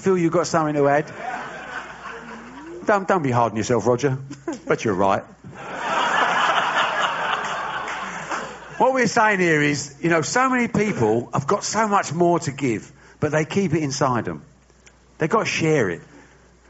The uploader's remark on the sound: before a sold-out audience of GFOPs in New York City